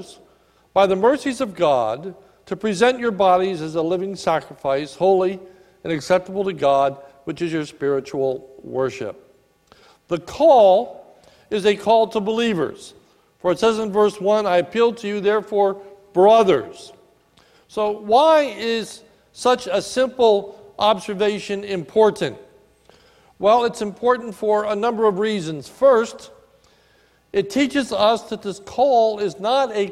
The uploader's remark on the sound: This is a sermon recorded at the Lebanon Bible Fellowship Church in Lebanon, PA on 10/20/19 during the morning services